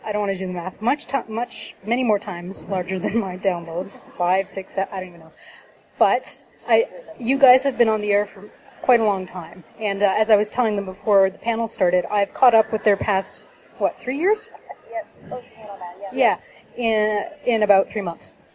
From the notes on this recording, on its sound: The recording of the panel we did at the KW Knitters&#8217; Fair. The recording of the panel we did at the KW Knitters’ Fair. Thanks so much to the KW Knitters Guild for having us.